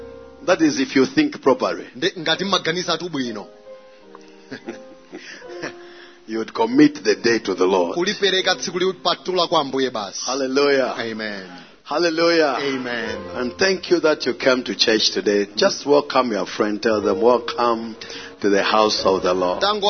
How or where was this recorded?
large echoing room